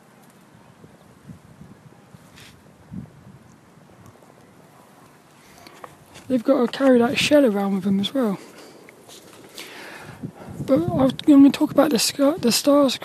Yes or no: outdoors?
yes